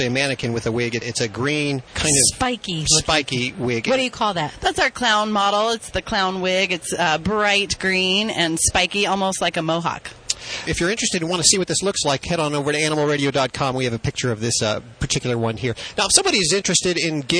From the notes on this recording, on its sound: Animal Radio's New Pet Product Special '07 is LIVE from Mandalay Bay Convention Center in Las Vegas. It's SUPERZOO.